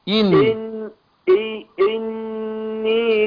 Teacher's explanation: الهمزة المكسورة المبدوء بها ابدا بها زي الاي بالانجليزي